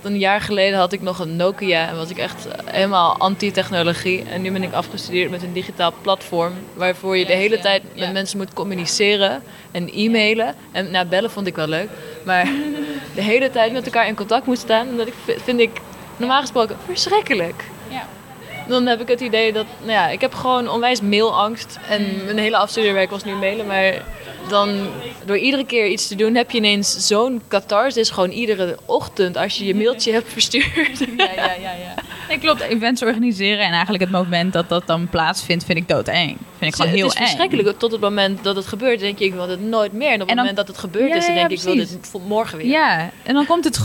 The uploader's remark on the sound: Recorded during the Artez Academy of the Arts Finals 2019.